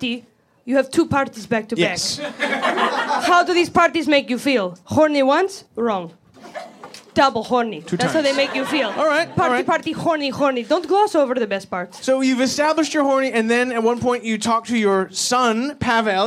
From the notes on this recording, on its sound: LIVE from Comedy Bar in Toronto! A live episode from Comedy Bar in Toronto, Canada as part of the legendary Laugh Sabbath series.